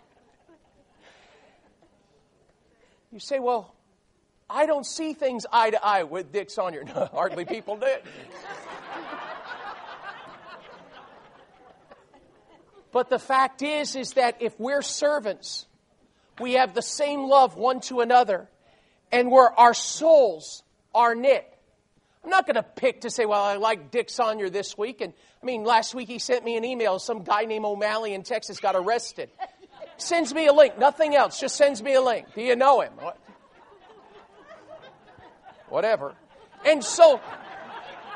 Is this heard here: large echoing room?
yes